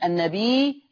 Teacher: هذه الياء تمد مدا مشبعا لأنها مد متصل